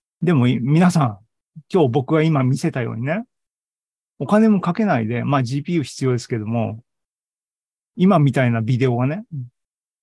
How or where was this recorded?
video call